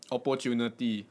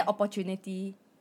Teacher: you're supposed to stress paw · Shown in: first take